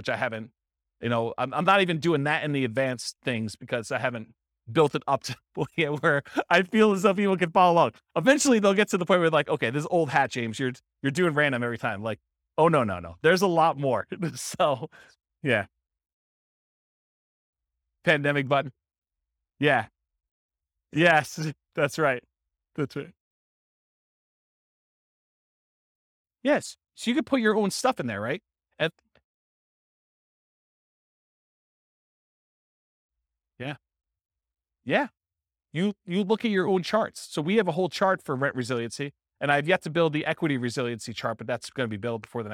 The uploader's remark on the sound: This was a live class recorded